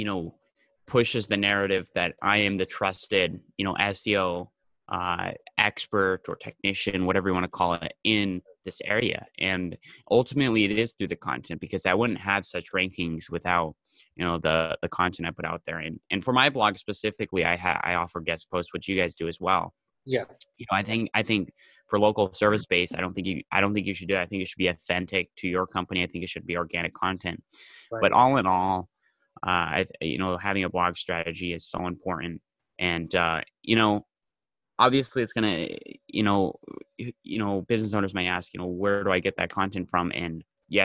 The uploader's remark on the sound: This was a remotely recorded podcast by Stan Ventures.